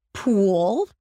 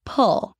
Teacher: Pool, tense and long. Pull, relaxed, open.